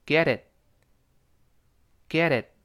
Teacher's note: 中间那个 t 在浊化变成 gadget，最后再读得快的话，最后那个 t 又失去爆破